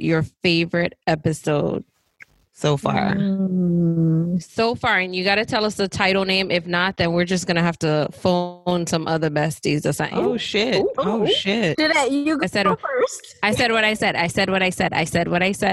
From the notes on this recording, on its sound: The ladies decided to have a girl's night in- Zoom style.